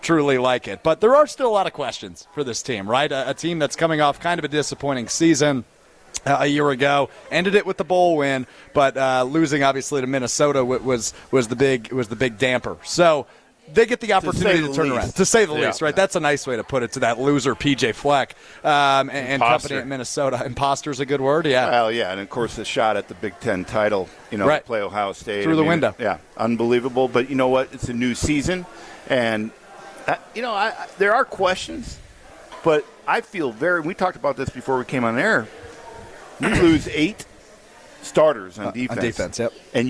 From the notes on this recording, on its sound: live from The Great Dane in Fitchburg.